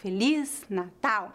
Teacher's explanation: na frase Feliz Natal, a tônica de cada palavra está na última sílaba, na letra I, em Feliz, e no último A, em Natal.